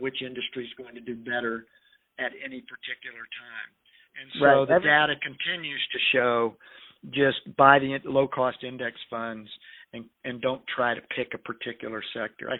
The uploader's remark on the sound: Phone Audio. It is our intention to hold podcast recordings in-person with professional equipment when it is safe to do so, but in an effort to begin sharing our messages in these trying times, we are temporarily utilizing phone-call recordings.